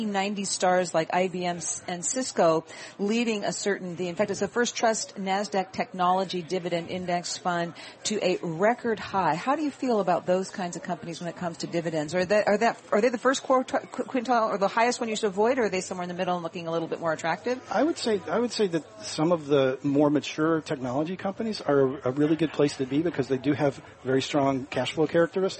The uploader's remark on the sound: Live from Smith & Wollensky in Boston.